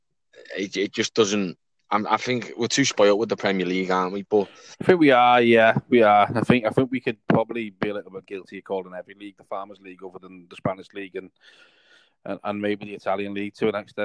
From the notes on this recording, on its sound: In the car